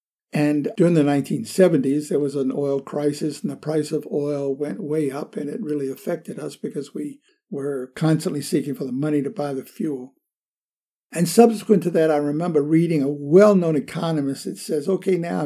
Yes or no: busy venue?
no